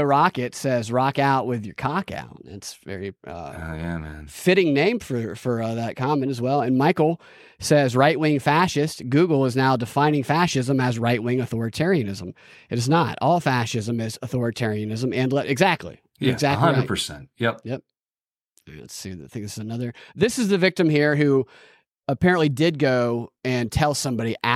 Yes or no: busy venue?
no